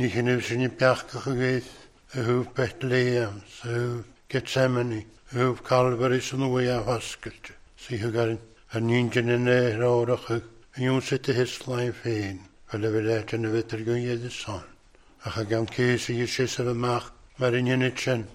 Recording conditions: large echoing room